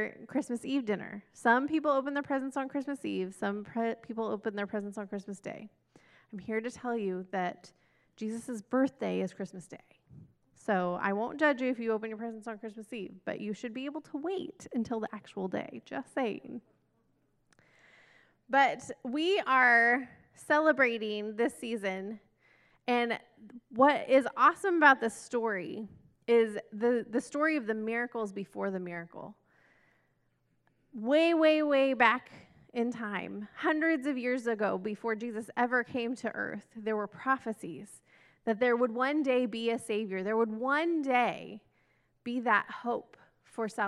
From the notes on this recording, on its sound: This message was recorded at a Sunday service